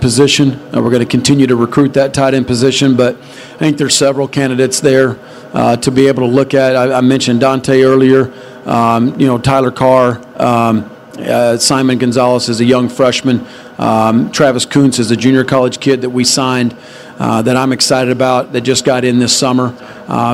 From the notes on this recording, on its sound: Takes questions during Big 12 Media Days on Monday at AT&T Stadium in Arlington.